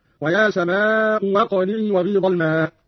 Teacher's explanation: قالوا تعالى: ويا سماء أقلعي. قرأ قانون بإبدال الهمزة الثانية واوا